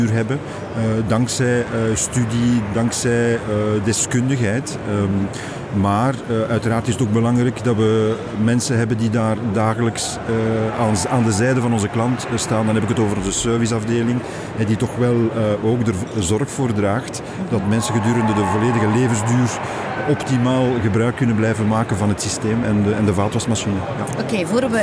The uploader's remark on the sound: Horeca Expo Live